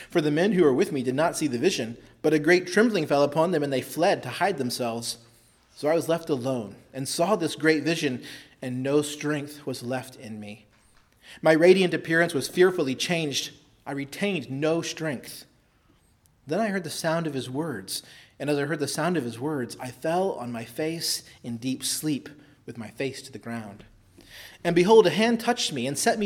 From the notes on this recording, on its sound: preached at Christ Our Savior Baptist Church on Sunday, June 6, 2023